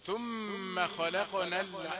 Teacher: الضاد نقف عليها لمحة بسيطة من غير قلقلة